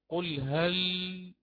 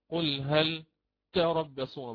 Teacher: يجب علي أن أبين هذه اللام وأجري فيها الصوت بعض الشيء حتى أحقق صفة البينية · Shown in: first take · فأقرأ حينها قل هل، أبين اللام هذه، قل هل، وأمر